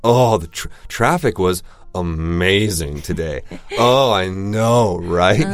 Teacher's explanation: they're being sarcastic, yeah. but their voice will also be going down